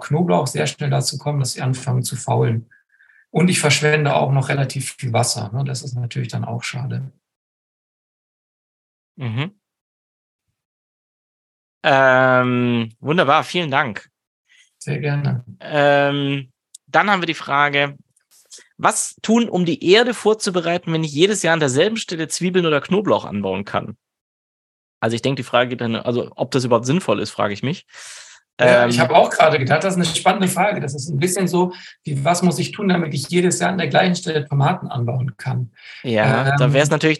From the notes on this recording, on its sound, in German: Mit dieser Folge veröffentlichen wir die letzte Aufnahme unseres Gartenkongresses 2023 zum Saisonstart. Diese Folge ist ein Mitschnitt eines Live-Webinars.